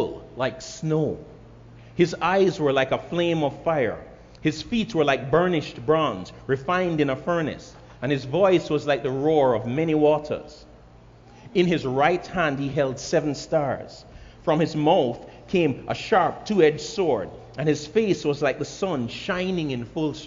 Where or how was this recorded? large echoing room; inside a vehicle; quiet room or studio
large echoing room